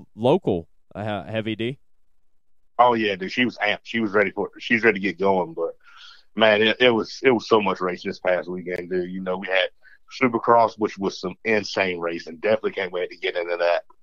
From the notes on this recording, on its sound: we will have a call-in from local North Carolina native